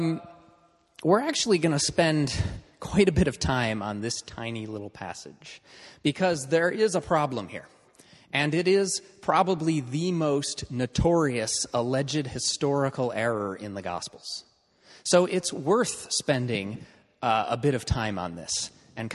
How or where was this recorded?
live audience